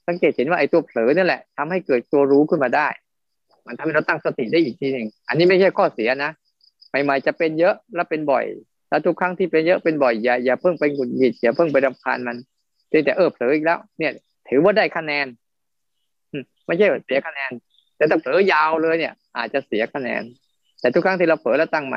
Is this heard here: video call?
yes